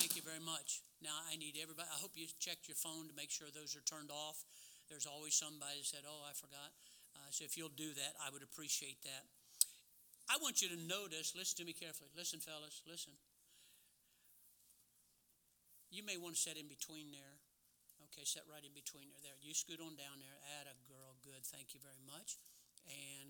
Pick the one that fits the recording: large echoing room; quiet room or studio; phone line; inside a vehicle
large echoing room